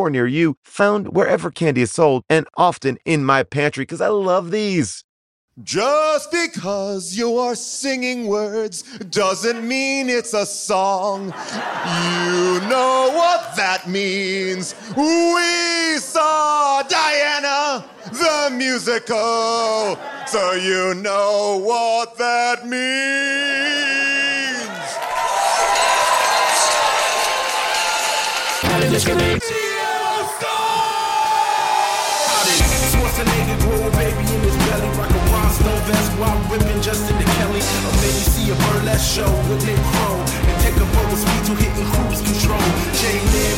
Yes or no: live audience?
yes